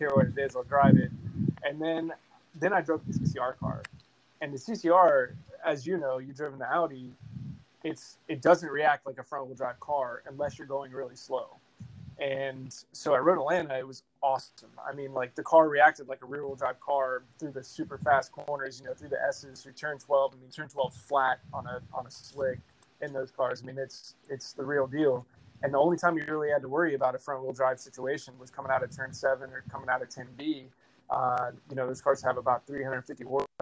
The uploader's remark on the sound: The Audio Quality in this episode is lack luster. Our recording app was not cooperating.